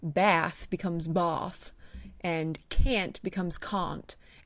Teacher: use elongated vowels. So the A sound becomes ah.